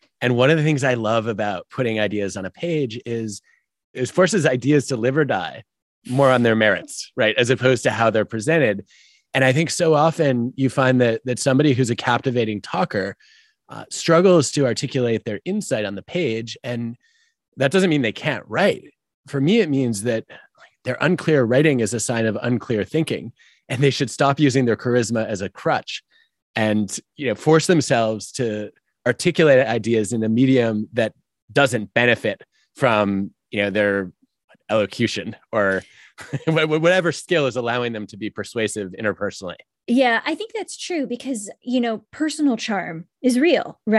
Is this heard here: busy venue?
no